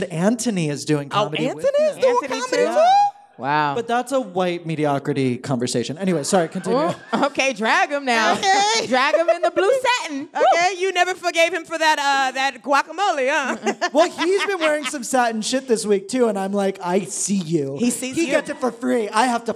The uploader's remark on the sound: LIVE at Housing Works Bookstore Cafe